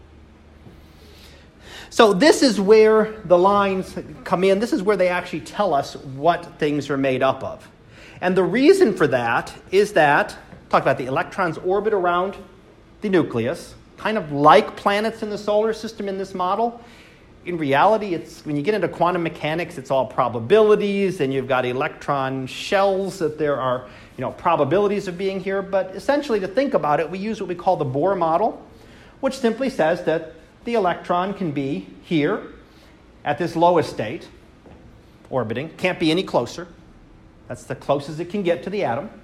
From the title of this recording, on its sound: Live Class Lecture